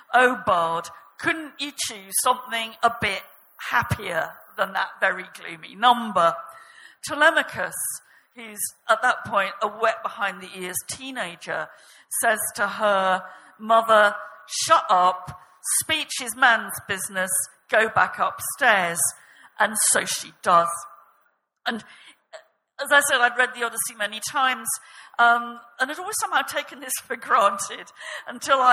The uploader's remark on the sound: This episode is a live session from #ZEEJLF2019.